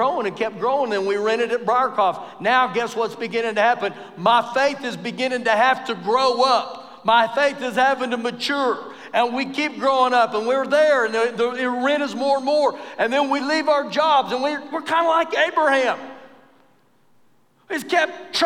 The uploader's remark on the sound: Recorded live during our Wednesday night service